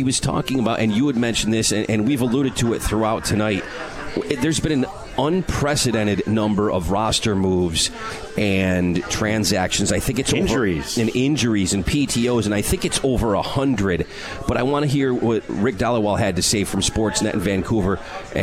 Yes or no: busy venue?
yes